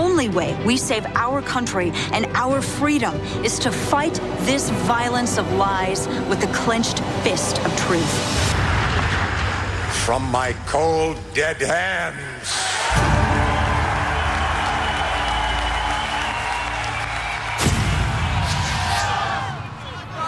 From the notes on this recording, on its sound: Reality Check Live microphones are at the DC rally